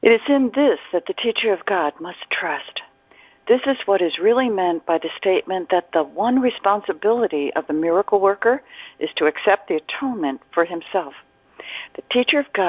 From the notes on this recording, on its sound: ACIM Daily TEXT Conference Call.